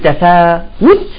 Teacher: تفاوت بتضم الشفتين ضم دقيق، تمام؟ ضم دقيق لحتى تخرج محققة الضمة